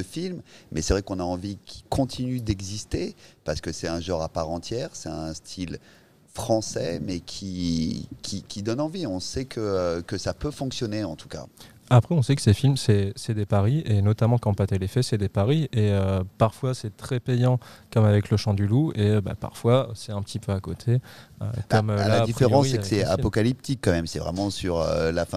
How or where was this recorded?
busy venue